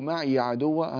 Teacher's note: فتسكن الياء وتمدها بمقدار حركتين من قبيل الطبيعي